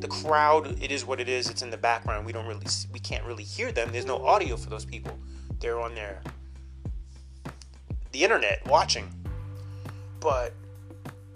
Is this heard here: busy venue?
no